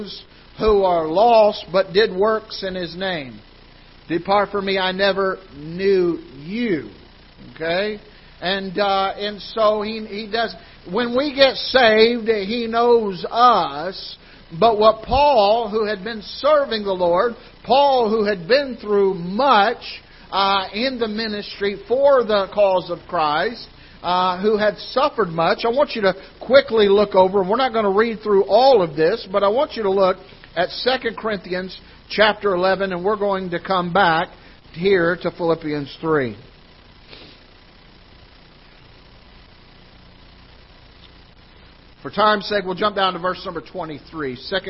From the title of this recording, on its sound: Ketha Heights Baptist Church ~ Live Broadcast